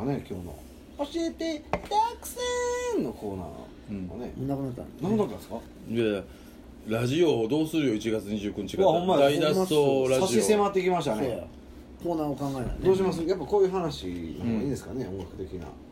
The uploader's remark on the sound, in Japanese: 神戸、SPACE DOG!RECORD(お店)より。